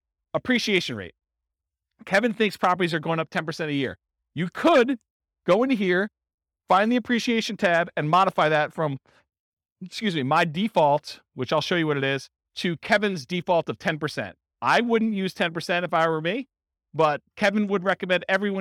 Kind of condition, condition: setting, live audience